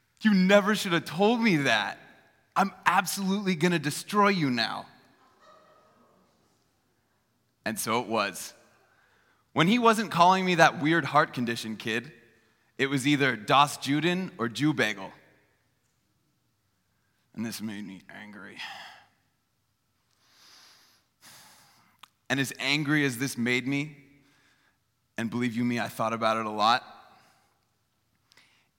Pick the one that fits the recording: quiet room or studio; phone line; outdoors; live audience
live audience